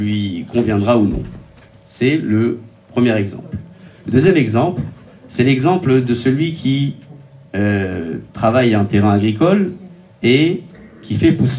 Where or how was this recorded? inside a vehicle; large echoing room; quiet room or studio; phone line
large echoing room